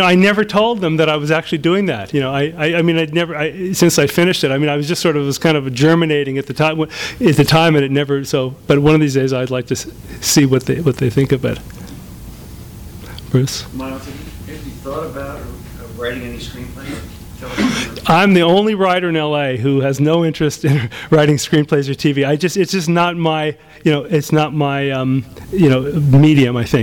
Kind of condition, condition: setting, live audience